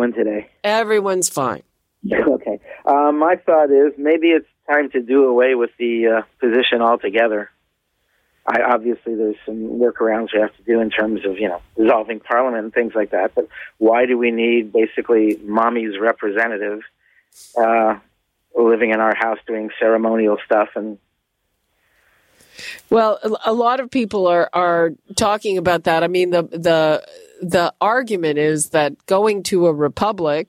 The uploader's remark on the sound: Listeners call. On Zoomer Radio!